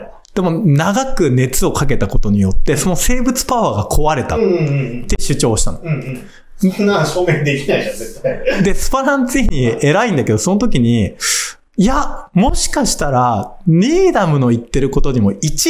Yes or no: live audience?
no